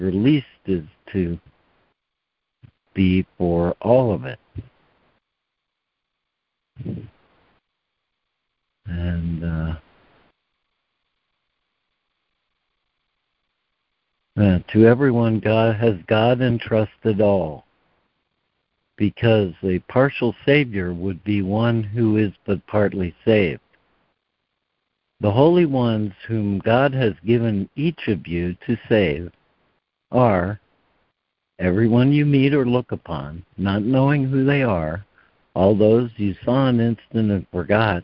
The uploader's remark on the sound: ACIM Daily Conference Call